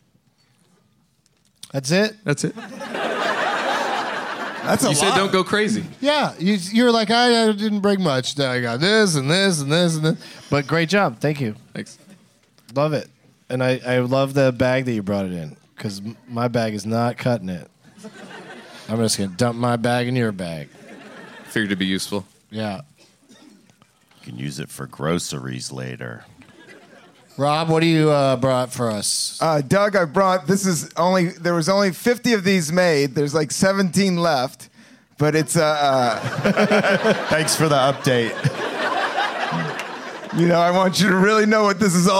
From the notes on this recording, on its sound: Live from the Punch Line in Sacramento